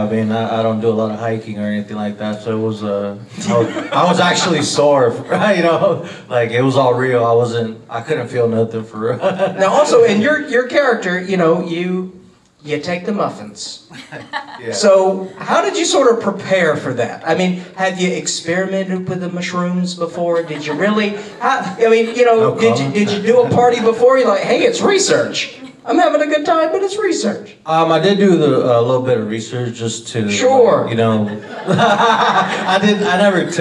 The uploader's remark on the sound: Live from the Unnamed Footage Festival